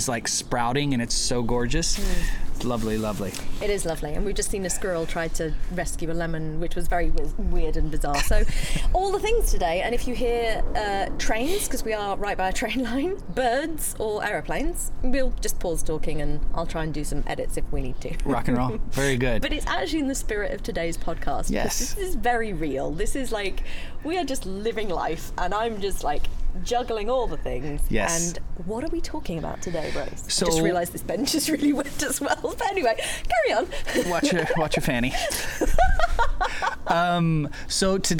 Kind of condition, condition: setting, outdoors